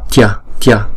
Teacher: Không đọc là tiya thành hai âm mà là tya